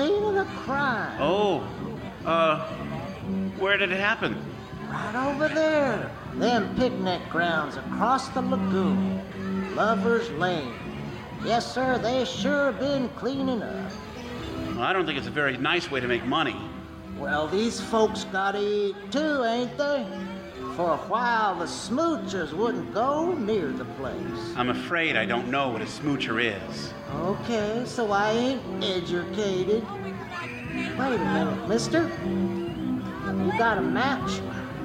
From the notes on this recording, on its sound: In this remake of a Lux Radio Theatre broadcast, The Narada Radio Company presents the audio adaptation of the classic Hitchcock film in front of a live theatre audience! Special release for the 2019 Sonic Summerstock Playhouse.